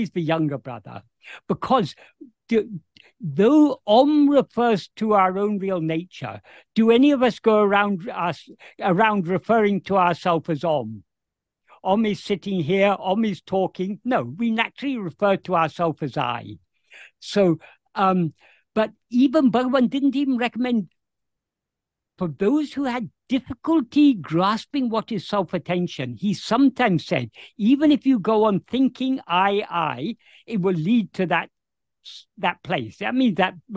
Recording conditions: video call